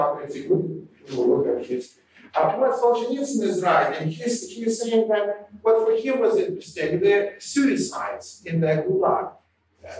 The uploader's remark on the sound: Note that the audio quality for 2006, 2008, and 2009 was poor and has been improved as much as possible by Podsworth Media.